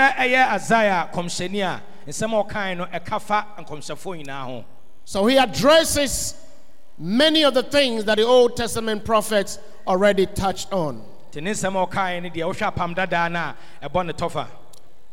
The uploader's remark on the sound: Sermon preached at CBC Shiashie Campus